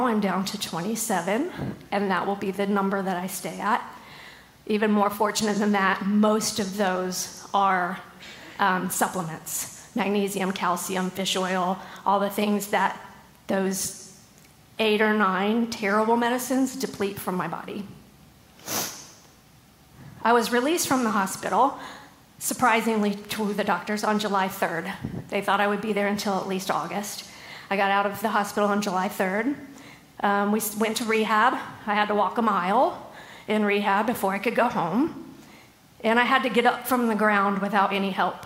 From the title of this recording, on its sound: LIVE! September at the Gathering 2023